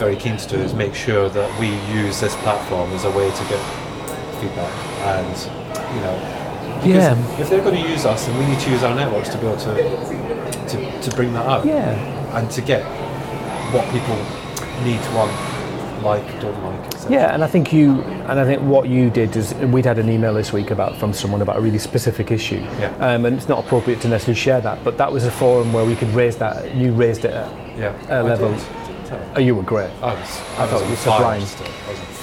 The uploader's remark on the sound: It was recorded in a pub yard next to a building site, we sat in the cold crisp shade under blue skies and chatted. It was rather pleasant, but noisy!